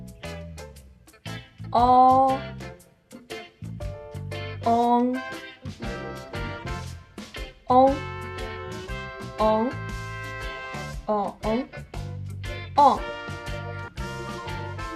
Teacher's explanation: La última vocal nasal trasera es O, que viene de la O y ON. La pronunciación de esta O es un sonido intermedio de la U y la O. En comparación con la O original, la boca se abre un poco menos y el sonido es más corto.